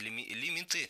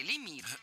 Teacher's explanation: слово это латинское, а пришло в русский язык оно из французского и сохранило ударение французское на последнем слоге · Shown in: second take